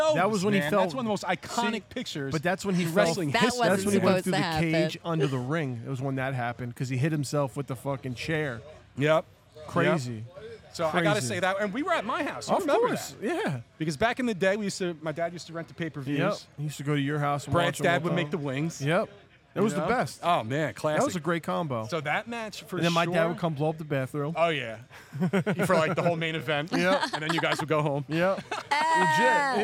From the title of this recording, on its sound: Live From The Premier Wrestling Showcase